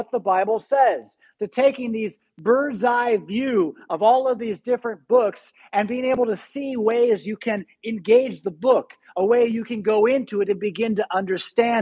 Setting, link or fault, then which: setting, large echoing room